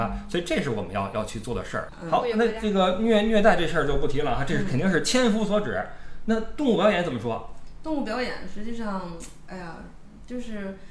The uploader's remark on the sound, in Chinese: 小破话筒难以支持多人录音，本期音质堪忧，望谅解。